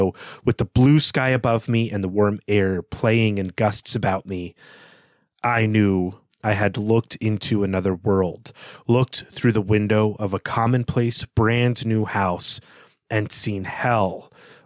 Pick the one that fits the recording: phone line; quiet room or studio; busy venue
quiet room or studio